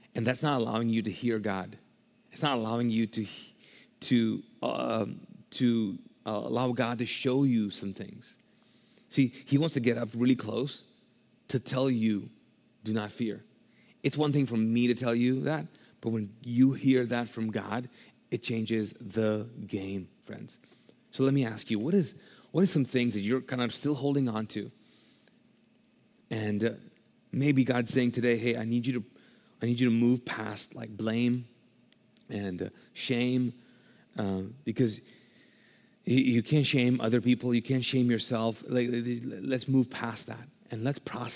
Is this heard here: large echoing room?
yes